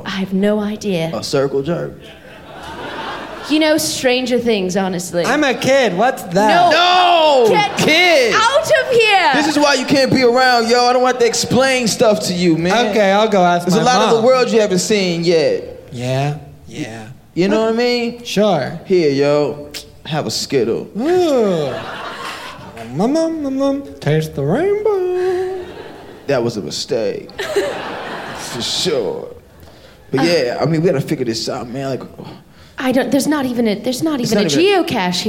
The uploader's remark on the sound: live from Clusterfest in San Francisco